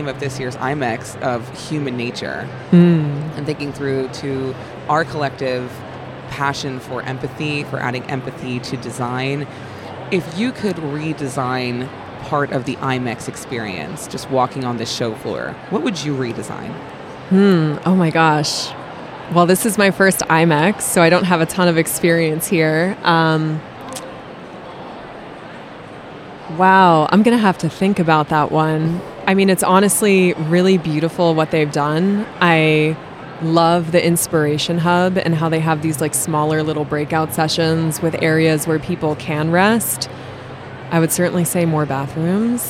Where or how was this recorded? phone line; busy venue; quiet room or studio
busy venue